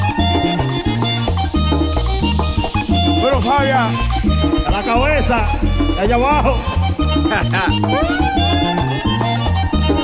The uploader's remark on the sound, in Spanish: Mix En Vivo Desde Luna Loungue